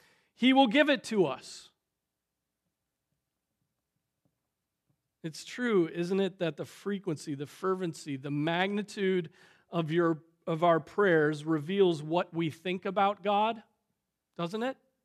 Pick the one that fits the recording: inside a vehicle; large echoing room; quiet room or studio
large echoing room